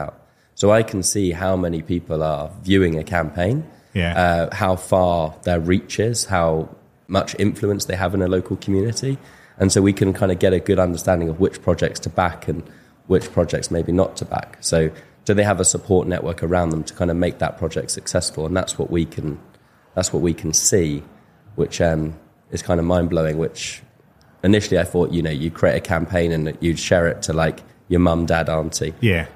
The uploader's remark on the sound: Recorded yesterday in front of live audience at Money2020 Europe.